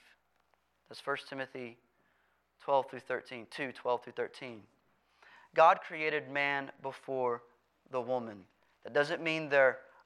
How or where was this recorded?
large echoing room